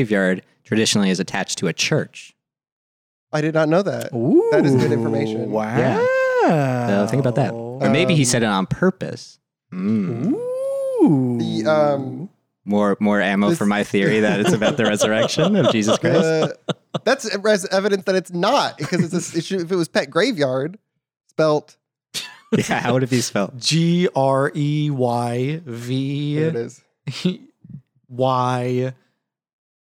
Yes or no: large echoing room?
no